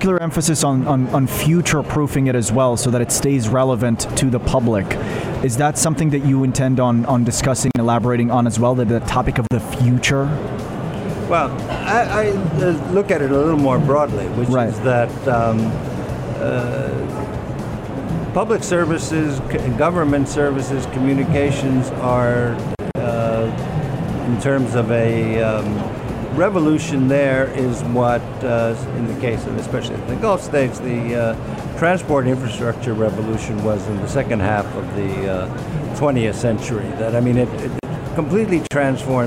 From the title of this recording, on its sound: Live at IGCF